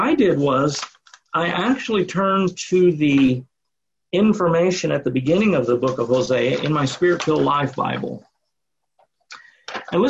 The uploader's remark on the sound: Sunday morning service via Zoom